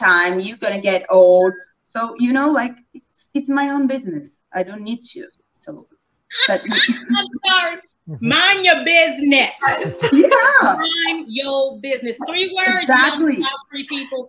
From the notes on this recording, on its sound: Replay of the Defining Family panel from the 2022 Virtual Childfree Convention live stream.